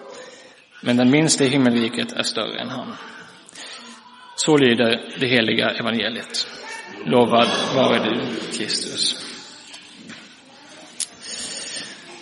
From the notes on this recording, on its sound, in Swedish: Inspelad i Roseniuskyrkan den 17 december 2023.